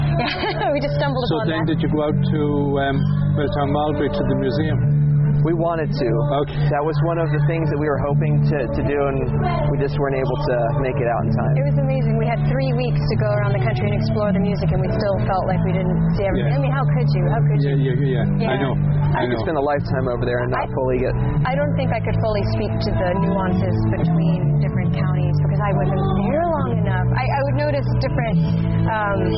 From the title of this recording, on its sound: In Conversation at Goderich Celtic Roots Festival